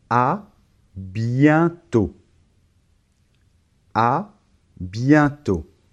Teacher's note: la lettre T finale ne se prononce pas